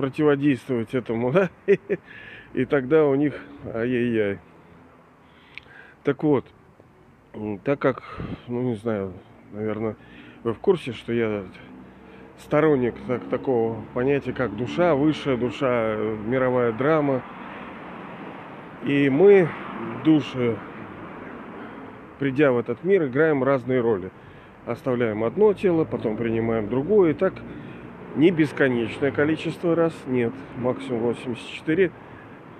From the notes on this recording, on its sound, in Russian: Извиняюсь за качество записи, ветренновато бывало